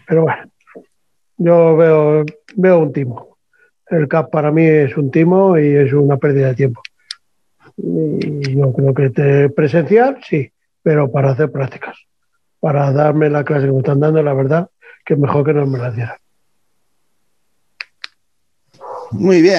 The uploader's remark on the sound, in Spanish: Experimentamos en este podcast con una tertulia en directo, a través de la aplicación Zoom, esperamos que, si el audio es bueno, repetir esta forma de grabar nuestros podcast.